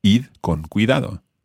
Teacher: the R sound of the ir becomes a D sound of the imperative